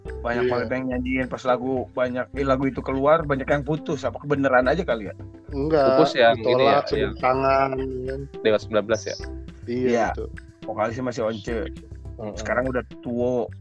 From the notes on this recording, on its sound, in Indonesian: dengan kemasan menggunakan handphone kami bongkar semua, jadi mohon maaf kalau sinyal terputus dan banyak delay-nya.